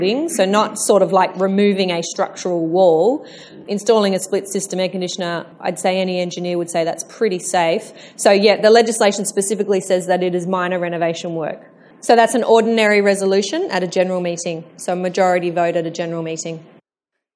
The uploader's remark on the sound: My live answers to the many questions I was asked by attendees after my 17 October presentation on the new NSW strata law.